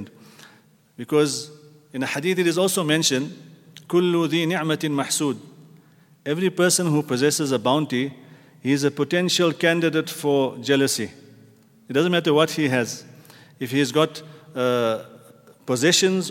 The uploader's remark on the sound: at the Houghton Masjid (West Street)